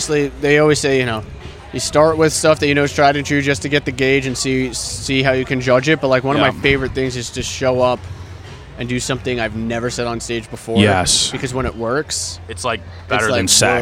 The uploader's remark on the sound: recorded outside the free comedy showcase at Max's Taphouse August 28th, 2022